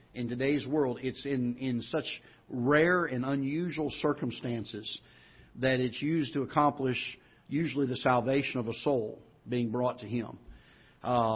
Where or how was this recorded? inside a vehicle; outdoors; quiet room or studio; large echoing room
large echoing room